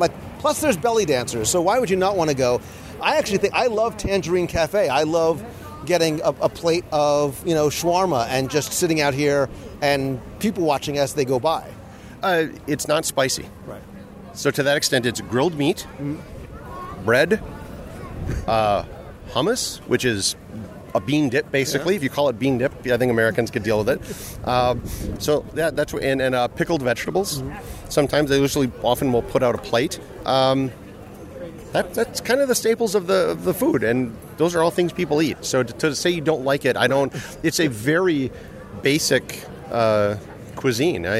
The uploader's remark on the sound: A Walking Tour of the “Real” World (Showcase). Recorded live as I walked the promenade in Epcot.